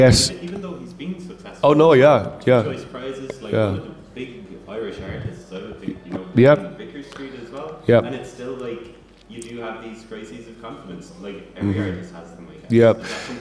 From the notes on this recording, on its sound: live at It Takes A Village